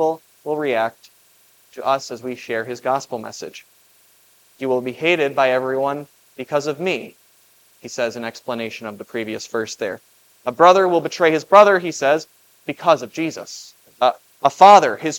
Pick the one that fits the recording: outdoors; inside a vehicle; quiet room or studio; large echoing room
large echoing room